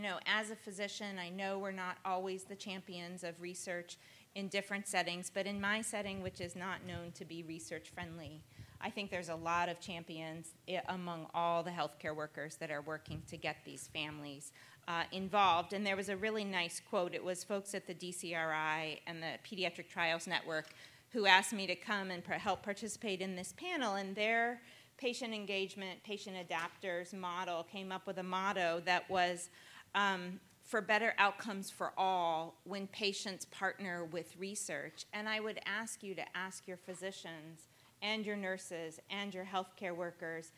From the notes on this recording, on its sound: recorded at the 6th annual Patients as Partners US conference